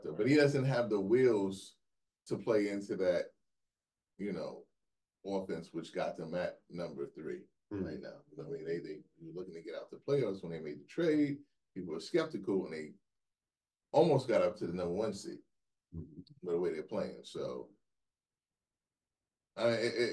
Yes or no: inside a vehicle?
no